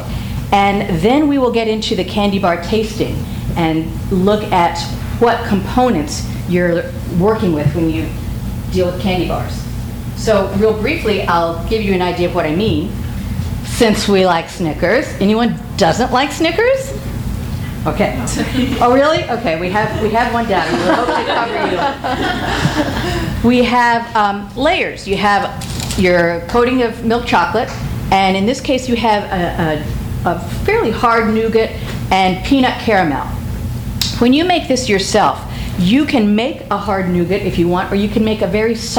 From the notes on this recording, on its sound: THIS EVENT WAS RECORDED LIVE AT SKYLIGHT BOOKS ON JUNE 18, 2013.